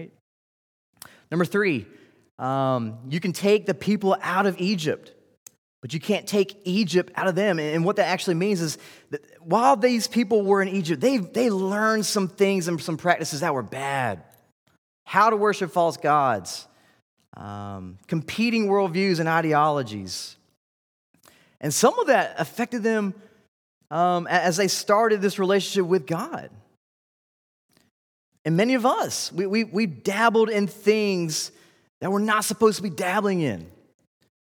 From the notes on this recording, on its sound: This series was delivered during the Wednesday evening General Study in Summer 2019 at Covenant Baptist Church, Valdosta, Georgia.